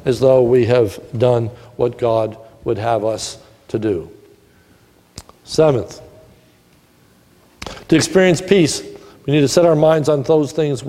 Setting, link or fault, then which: setting, live audience